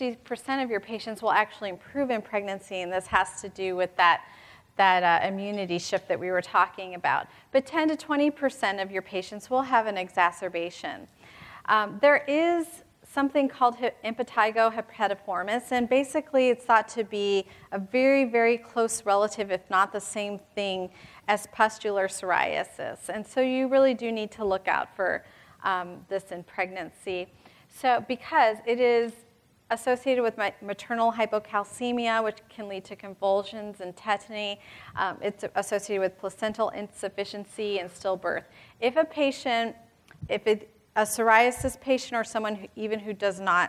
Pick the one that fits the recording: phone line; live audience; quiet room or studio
live audience